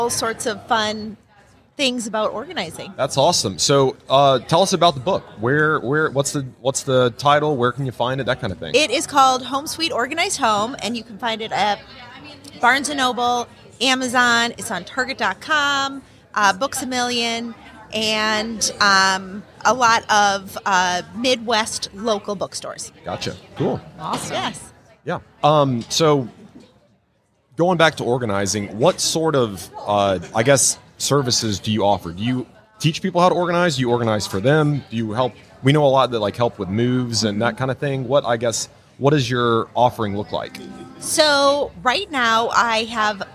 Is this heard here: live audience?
yes